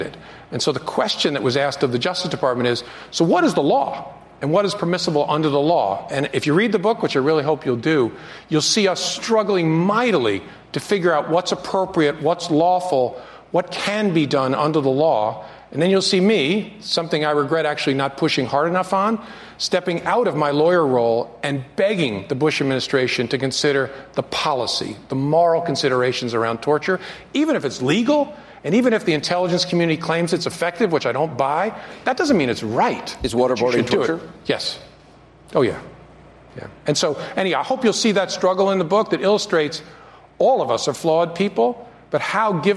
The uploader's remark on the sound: Answers questions during a live town hall hosted by CNN. At William And Mary.